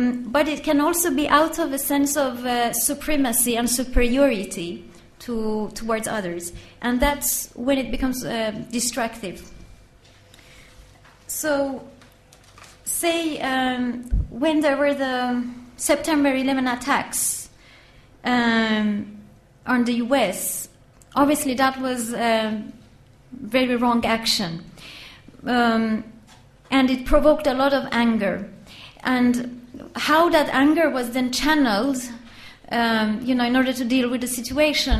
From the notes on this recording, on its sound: This public lecture is part of the LSE Arts exhibition Internal Worlds, External Relations.